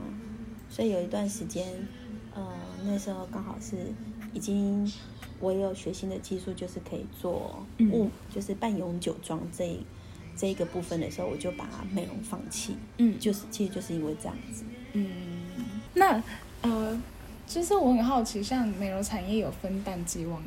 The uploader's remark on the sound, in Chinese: 本集因錄音場地限制，背景音較大，請見諒